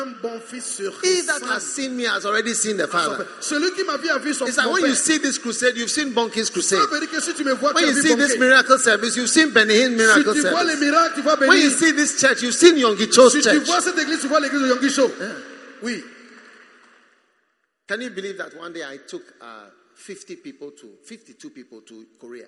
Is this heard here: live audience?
yes